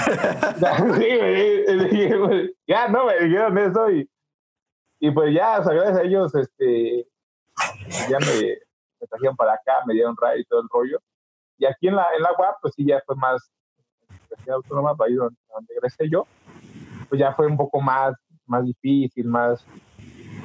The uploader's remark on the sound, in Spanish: disculpen el mal audio pero tuvimos fallas técnicas y tuvimos que tomarlo de Zoom